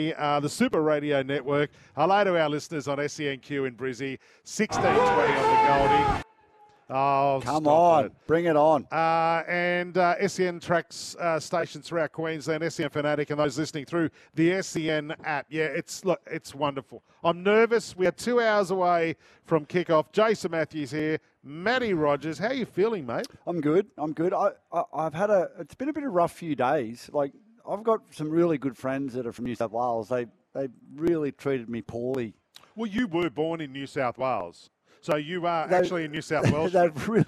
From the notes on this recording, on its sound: live from the rooftop in Brisbane